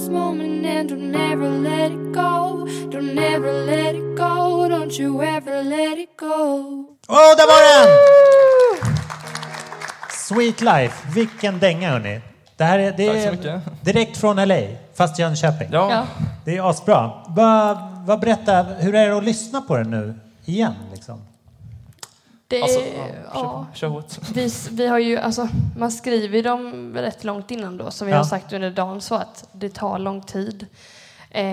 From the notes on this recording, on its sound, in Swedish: 36 Livepodd-special! På Rookie-festivalen i Rock City, Hultsfred. Podden spelas in inför livepublik och har lite svajigare ljud än vanligt, men det är inte värre än att man tolererar det.